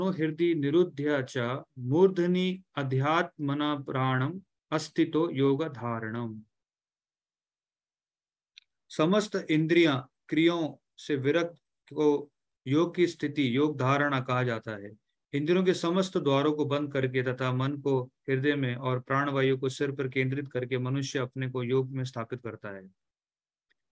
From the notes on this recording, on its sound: Zoom online session